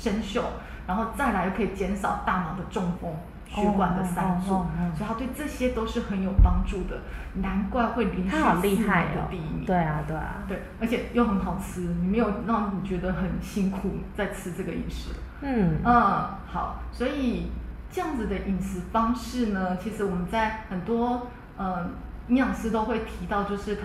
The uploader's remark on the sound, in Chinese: 因更換錄音地點，聲音有點空曠，再請多多包涵